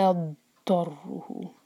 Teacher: زبان کی جو سائڈ ہے اس کو ہم اوپر والے مولر کی جو روٹ ہے وہاں پر رکھ کر کس کے دبائیں گے اور ضاد کے پر ٹائم دیں گے، استطالہ جس کو کہتے